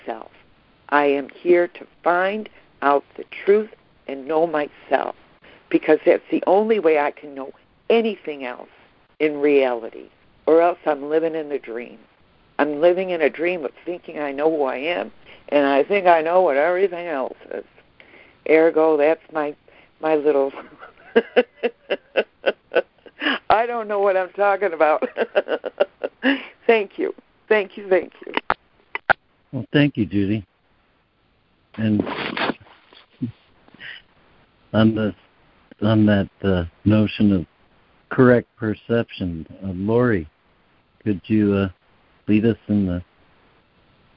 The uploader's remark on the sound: ACIM Daily Conference Call